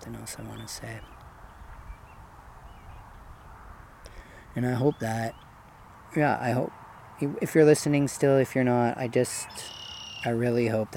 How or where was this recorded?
outdoors